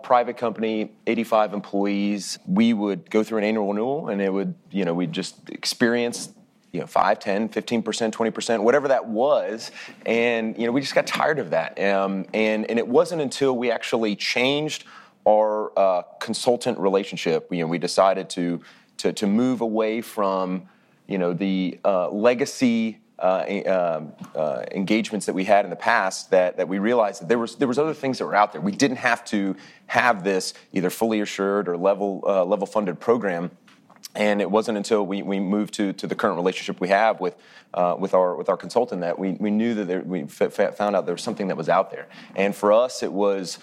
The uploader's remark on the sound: We took the bold step of recording this episode before a “live audience” at our recent Paradigm and Structure Members’ Meetings.